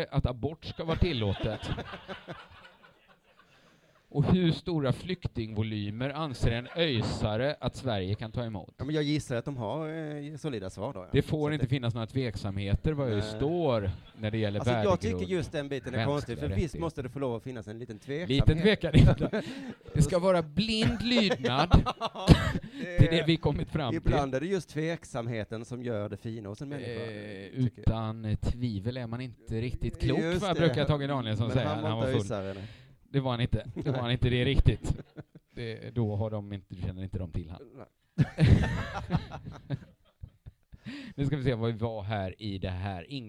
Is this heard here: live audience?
yes